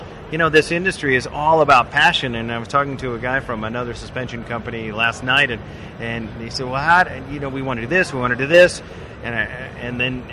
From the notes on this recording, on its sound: We're live from the SEMA show floor